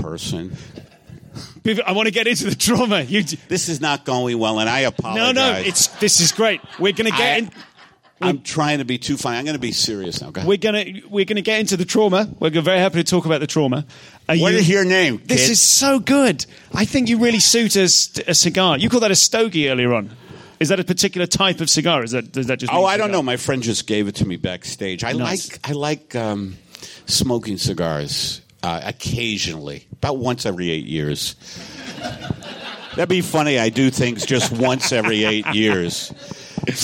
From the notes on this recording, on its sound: Live at SXSW. In this unmissable live special from South By South West.